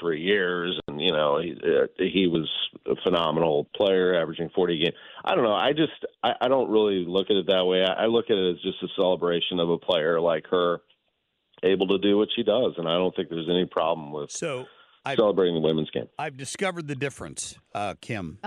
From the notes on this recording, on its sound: Live from the Cardinals' spring training. Calls in from the Cardinals' spring training.